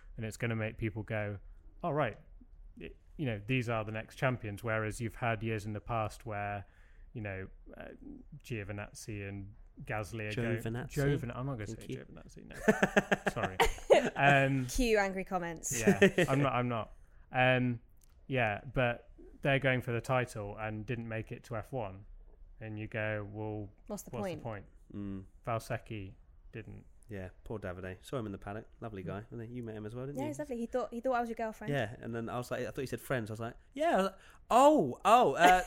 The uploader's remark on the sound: live from Baku City Circuit